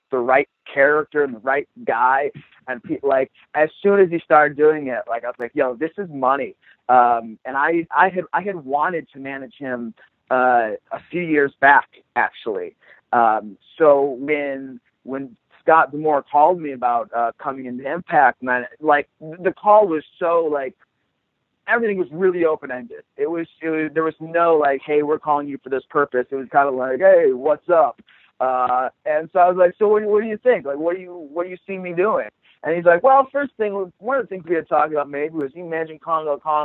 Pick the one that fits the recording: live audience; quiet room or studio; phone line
phone line